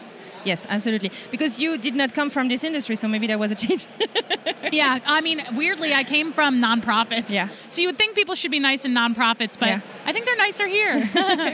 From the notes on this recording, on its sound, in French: Le Podcast Movement (conférence là où est enregsitrée cette interview).